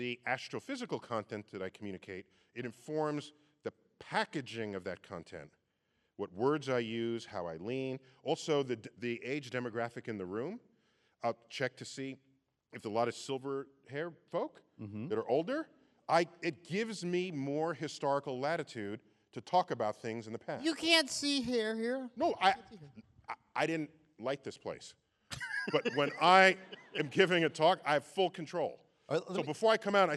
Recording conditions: live audience